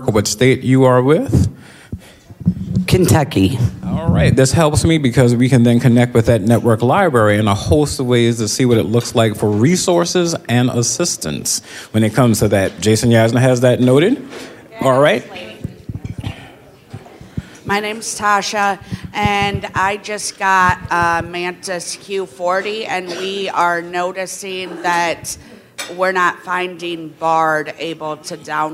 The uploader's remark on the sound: 2023 DC Leadership Conference Luncheon Speakers